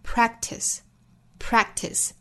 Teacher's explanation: 注意 practice 里面的 k.的发音是做单词内部的失去爆破的，不要读成 practice,不是 curtis,而是 practice, practice,几乎听不到这个 k 的发音了，因为后面也是一个爆破音啊，所以把前面的这个 k 的发音做失去爆破处理 practice, practice,而不能读成 practice,是要憋住这个爆破感的 practice